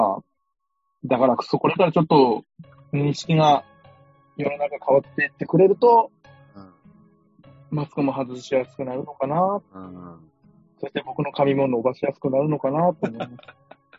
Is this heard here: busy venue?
no